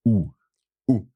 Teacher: your lips come forward, ou, and your tongue goes back a little in your mouth · Term: round mouth